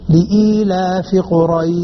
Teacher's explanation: حرف اللين عند حفص في الأصل لا يمد، لكن إن جاء بعده حرف ساكن سكونا عارضا مد مدا عارضا للسكون، ويسمى عندئذ مدلين عارض للسكون، مدلين عارض للسكون، مثل لإيلاف قريش، هذا مدلين عارض للسكون يجوز فيه 2 4 6